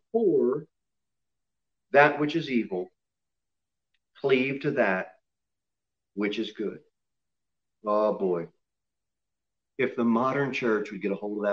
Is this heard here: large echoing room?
yes